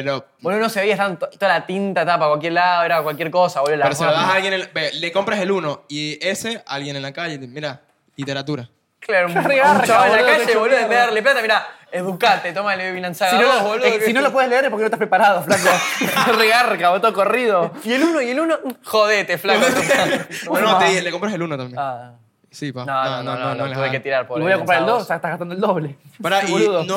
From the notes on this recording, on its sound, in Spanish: ¡Volvemos a Shift Café! Junto a público invitado.